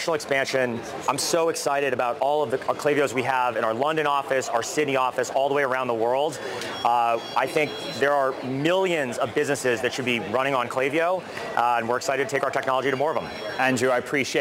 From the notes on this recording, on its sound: live from the floor of the New York Stock Exchange